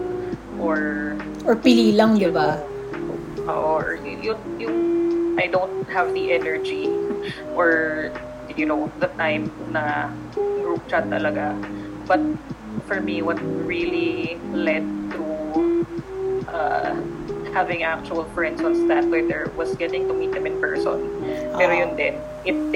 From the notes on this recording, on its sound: Apologies in advance if the audio quality isn't 100%, as the pandemic has forced us to produce this purely on an online basis.